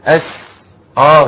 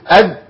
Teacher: ايوه حرف السين حرف بيجري فيه الصوت، يعني بيجري فيه الصوت يعني حرف بيسموه العلماء حرف رخو · Shown in: first take